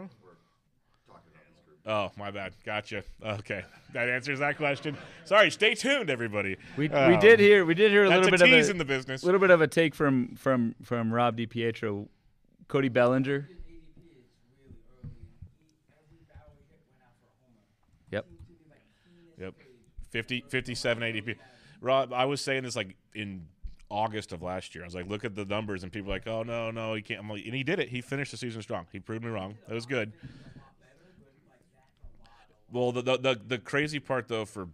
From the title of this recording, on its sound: LIVE From FPAZ 2023